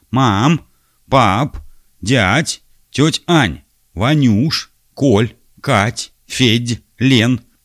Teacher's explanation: сокращенные собственные имена, произносимые со звательной интонацией